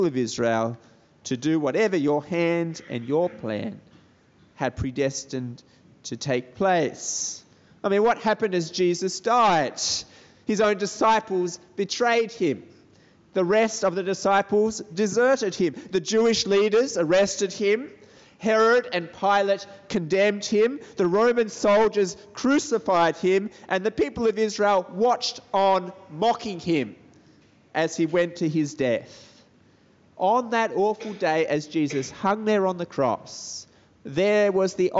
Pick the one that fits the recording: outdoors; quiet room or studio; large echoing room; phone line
large echoing room